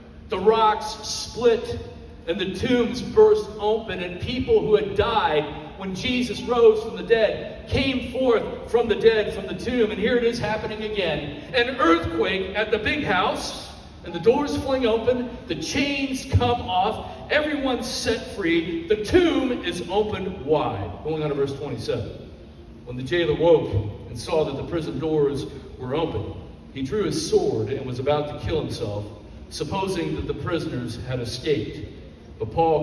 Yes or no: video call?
no